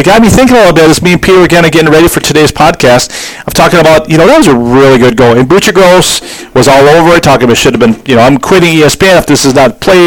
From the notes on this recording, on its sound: The audio is a little loud and distorted.